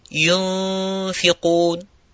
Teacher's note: You would say, you bring your teeth, top teeth, close to the lips, yunfiqun. And then you make the ghunna, but you don't pronounce the fa. Then when the ghunna has preceded, then you make that pronunciation of the letter fa.